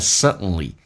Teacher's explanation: D 跟 N 在一起也可以 D 不发音变成 suddenly